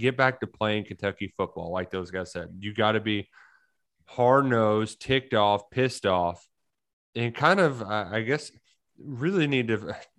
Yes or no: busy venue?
no